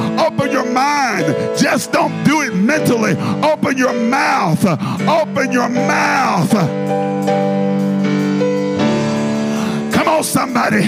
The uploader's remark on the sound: a service recording from Connect Point UPC